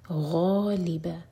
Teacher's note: غین heavy letter ہے، منہ بھر کر پڑھیں گے